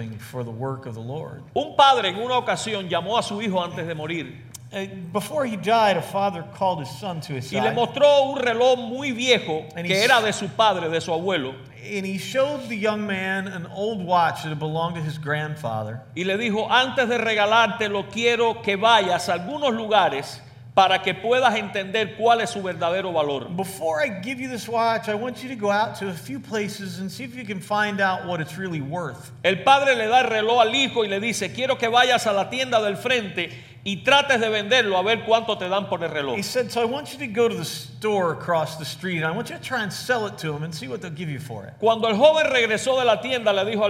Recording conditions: large echoing room